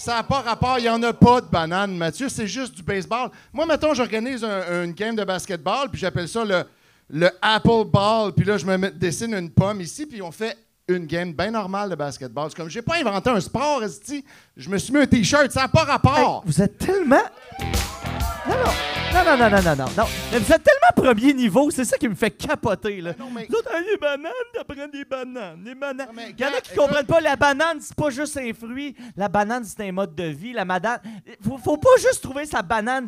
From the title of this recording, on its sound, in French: Live au O Patro Vys